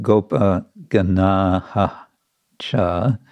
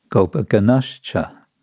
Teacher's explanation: the ash is the sandhi adjustment because of the cha, coming in the next verse, next word. · Shown in: second take · So instead of Gopa Ganaha Cha, which is a little bit awkward to pronounce, the Sanskrit rules are aiming to make pronunciation as easy as possible.